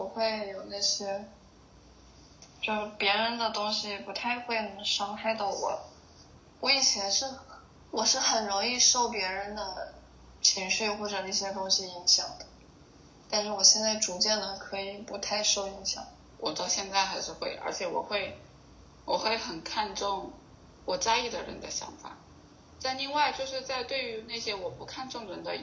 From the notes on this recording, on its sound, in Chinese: 关于节目目前收音不太好的原因